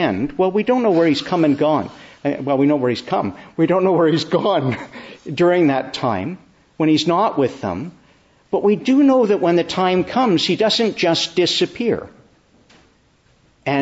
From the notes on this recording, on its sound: Evening Service. Preached in the Church of the Annunciation of the Blessed Virgin Mary, Ottawa, on the Solemnity of the Ascension.